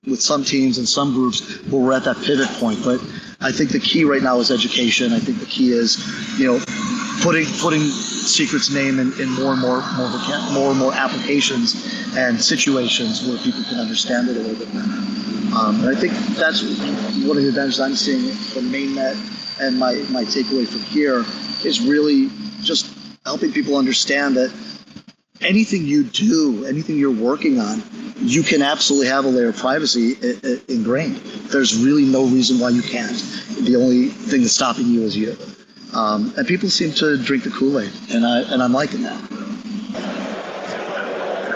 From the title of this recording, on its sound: Live from Cosmoverse 2022